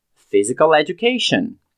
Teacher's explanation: ocorre um linking sound com o L no final de physical com o E de education. Então fica physical education.